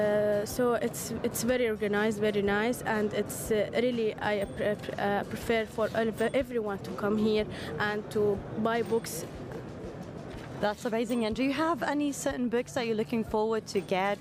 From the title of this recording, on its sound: Live from SIBF 2023: visitors, exhibitors, and volunteers interviews